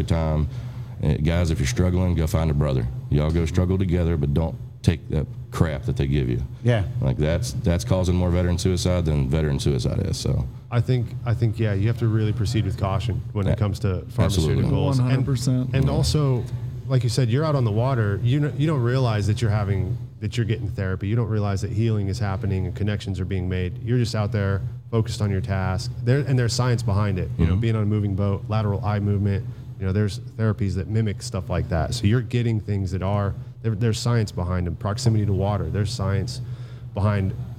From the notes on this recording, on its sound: Taped at Line Creek Brewing Co., Fayetteville, GA.